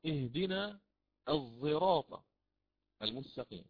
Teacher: ومثالها عند الإمام حمزة فيقرأ اهدنا الصراط المستقيم فيشم الصاد بالزاي · Term: إشمام حرف بحرف